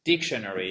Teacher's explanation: Dictionary, hein, c'est accentuation sur la première syllabe.